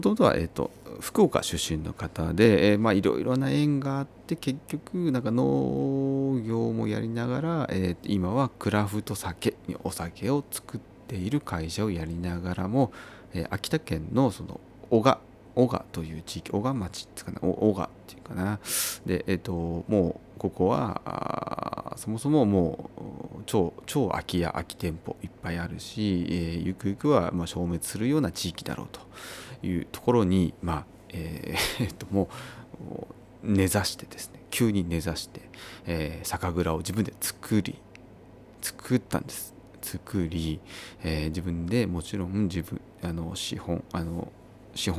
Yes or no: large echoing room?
no